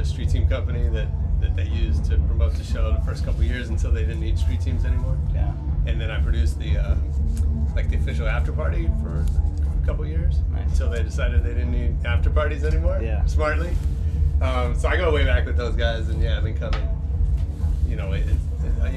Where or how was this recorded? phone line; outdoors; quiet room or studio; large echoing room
outdoors